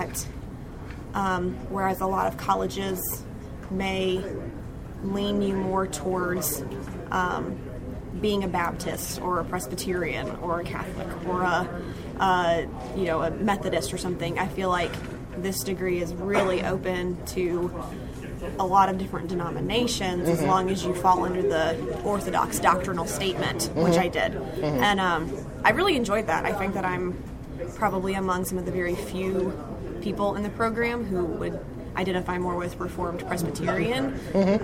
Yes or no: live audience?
yes